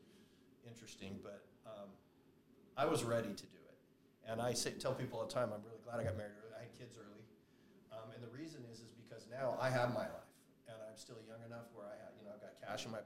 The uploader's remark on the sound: Yes I know the audio is not good. Wasnt talking into the mic do to me not telling him.